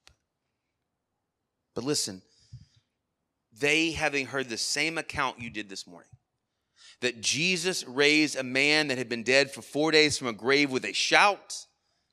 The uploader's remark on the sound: Sermon Audio from our Worship service